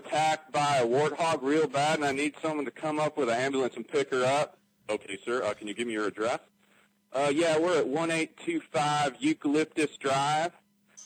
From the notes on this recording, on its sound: We have are first phone call of the podcast.